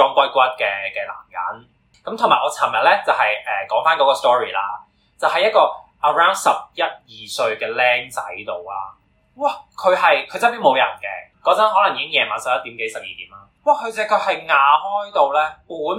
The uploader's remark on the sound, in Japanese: 音質極度崩壞。